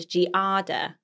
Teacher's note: Americans tend to use the three syllables, how you say it, with the emphasis on the second